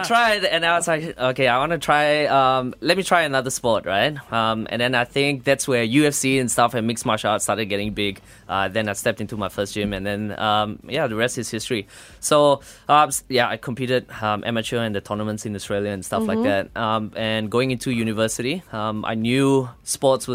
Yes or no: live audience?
no